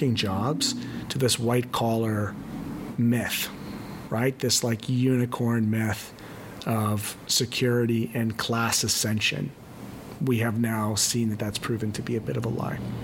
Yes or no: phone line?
no